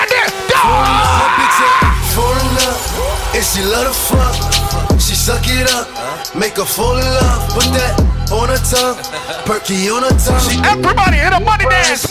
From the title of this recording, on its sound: Doubletap Sundays 2/21/21 (LIVE AUDIO)